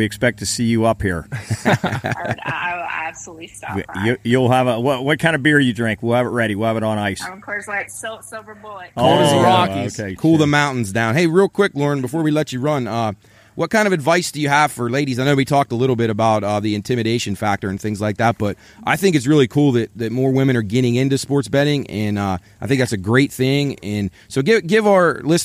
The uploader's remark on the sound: On the phone from the great state of Texas.